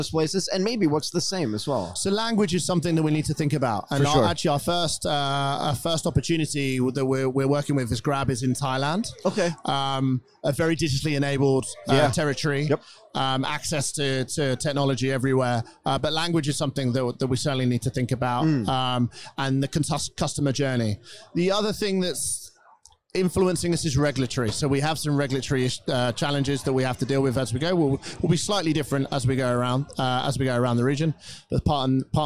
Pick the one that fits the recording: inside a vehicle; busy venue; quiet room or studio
busy venue